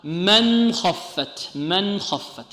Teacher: الأول الإظهار عند أحرفي للحلق إلى أن قال همز فهاء، إلى أن قال ثم غين خاء أهي الخاء. نون ساكن بعدها خاء الإظهار، تبقى السكون على النون ونظهر النون